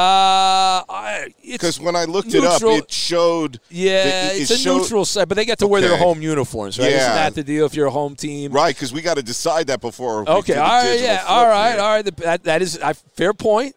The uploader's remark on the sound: live from Super Bowl 57!